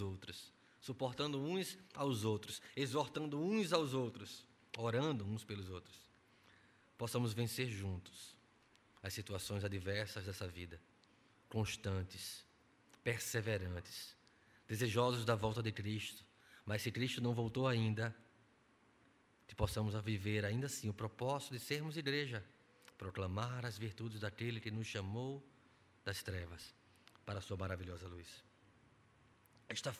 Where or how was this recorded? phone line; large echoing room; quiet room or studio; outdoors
large echoing room